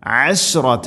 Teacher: അശ് ഷീൻ തഫസി എന്ന സിഫത്ത് കൊണ്ടുവന്ന് അഥവാ പരത്തി ഉച്ചരിക്കണം